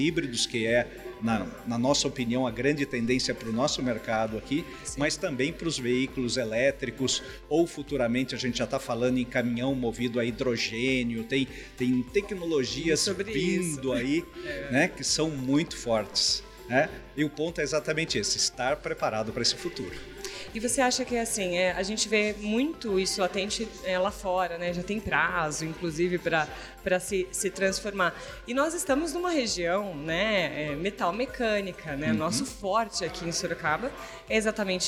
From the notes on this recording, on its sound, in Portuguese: em entrevista no evento de 10 anos do Parque Tecnológico de Sorocaba